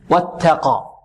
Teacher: التاء هنا مهموسة، واتقى، ونحذر من إشرابها السين أو أن نعطيها شيء من السين أو أن نمزجها بالسين.